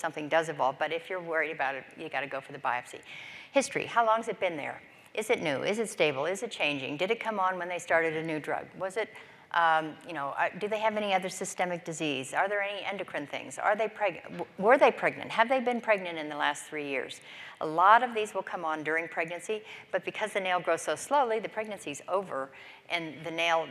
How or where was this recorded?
large echoing room